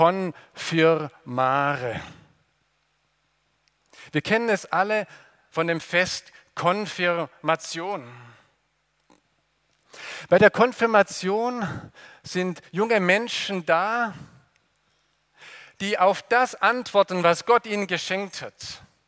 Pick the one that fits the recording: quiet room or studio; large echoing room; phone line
large echoing room